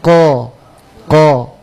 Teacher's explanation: Mau bilang qaf ya itu kan huruf tebal toh, qaf. Kita bisa menebalkannya itu ketika kita membaca qaf itu dengan baca ko, ko. Ah, usahakan begitu terus bacaannya.